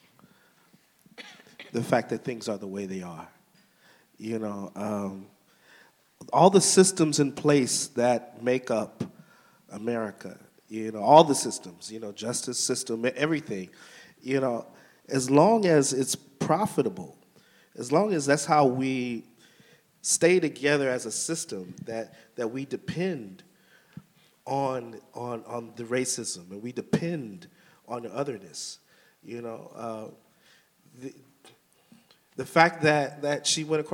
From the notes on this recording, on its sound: We hosted the latest installment of World of the Play: Los Otros, a panel discussion that took place last Saturday at Everyman Theatre.